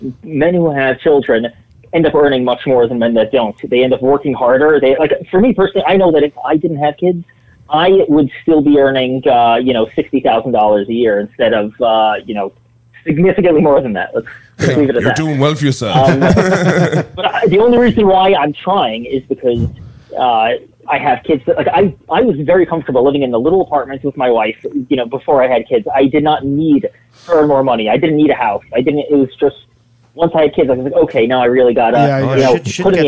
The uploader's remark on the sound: The Bathhouse is a live call-in show recorded from the green room of The Stand one of New York City's best comedy clubs.